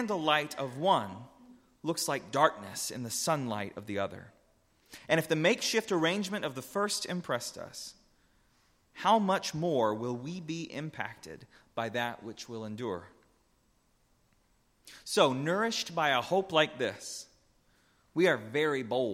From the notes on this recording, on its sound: A Transfiguration Sunday sermon. Preached at Northminster Church on March 3, 2019.